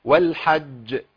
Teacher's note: الحج الحج الحج والحج والحج لا بين الجيم، الجيم عندي مقلقلة وهنا أعلى مراتب القلقلة فلازم تبان كده